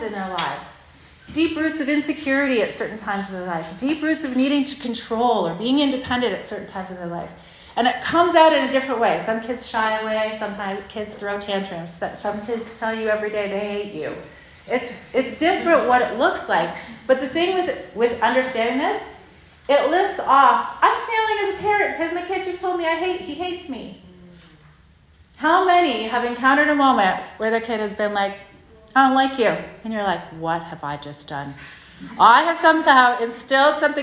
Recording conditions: live audience